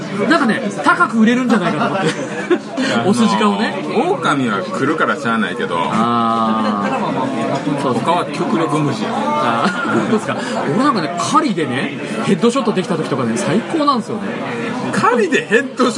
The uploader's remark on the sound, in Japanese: 音声が居酒屋収録なので良くないですが